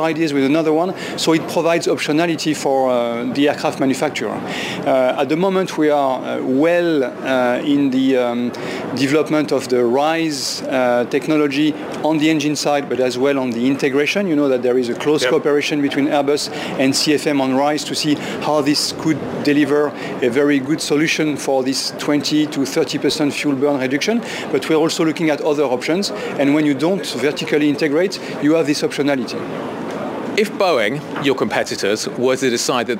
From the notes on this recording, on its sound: live from the Paris Airshow